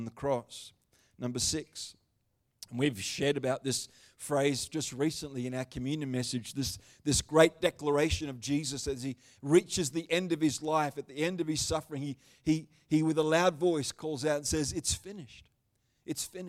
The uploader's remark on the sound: The Good Friday service of 2023. Live stream of Destiny Church Atherton.